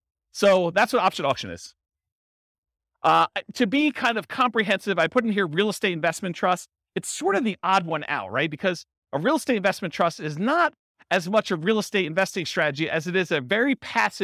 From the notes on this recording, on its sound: This was a live class recorded